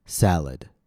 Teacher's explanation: try listening for the long vowel a in the first syllable and the reduced vowel in the second syllable